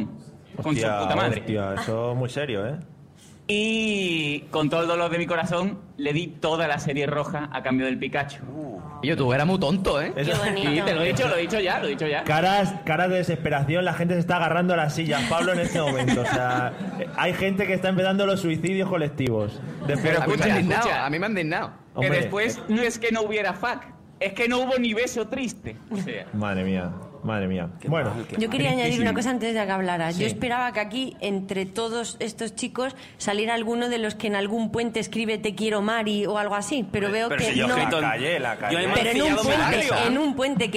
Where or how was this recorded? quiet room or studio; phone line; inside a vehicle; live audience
live audience